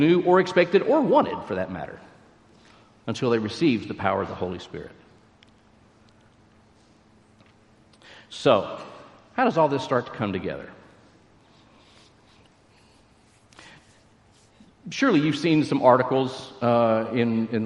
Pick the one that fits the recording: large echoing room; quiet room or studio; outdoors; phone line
large echoing room